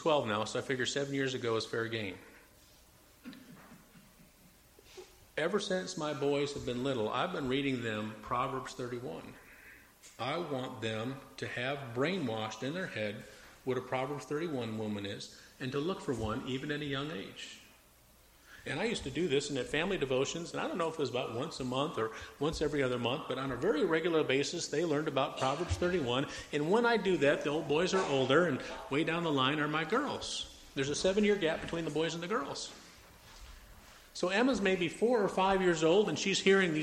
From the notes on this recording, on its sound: Preached at Mt Olive PBC in Jan 4, 2004